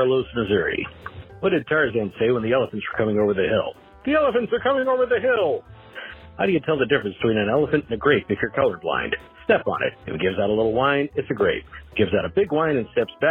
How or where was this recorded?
phone line